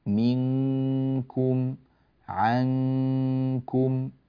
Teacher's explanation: يلتصق مخرج النون بمخرج الكاف. لا تباعد فتقول عنكم، لا تفعل ذلك.